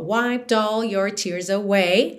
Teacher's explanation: na palavra wiped, o e não é pronunciado. Então você tem wiped all, do P já vai pro D, que já junta no O.